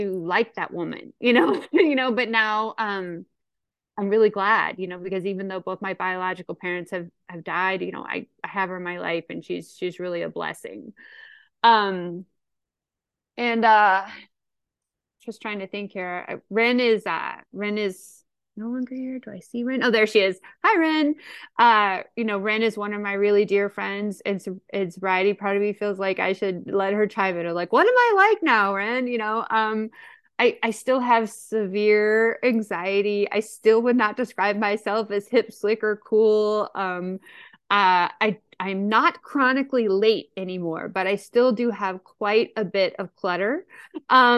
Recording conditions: video call